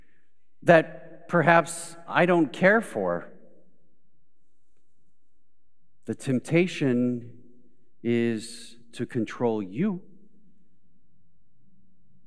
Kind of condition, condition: setting, large echoing room